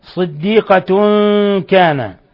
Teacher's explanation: صديقة كان، تنوين ضم جاء بعدها الكاف إخفاء حقيقي